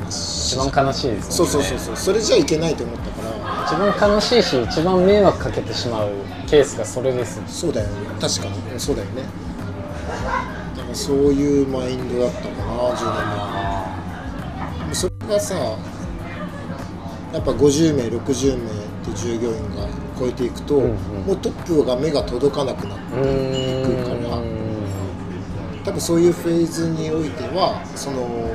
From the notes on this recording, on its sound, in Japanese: 焼肉屋さんで突然の収録で騒がしいですが、そんな場だからこその熱い談義になりました。